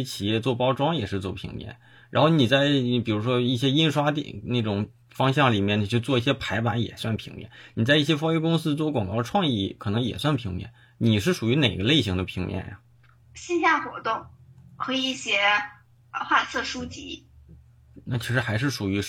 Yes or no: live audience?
no